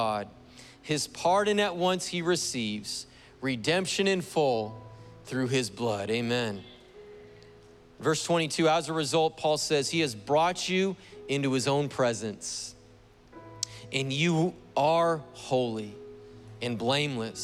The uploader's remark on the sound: Was preached on June 27th at the 11:30AM service.